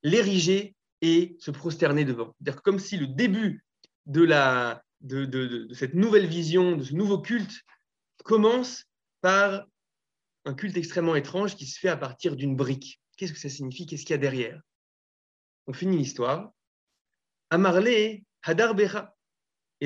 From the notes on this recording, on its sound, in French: Nous diffusons ici l'enregistrement du premier Zoom de Shofar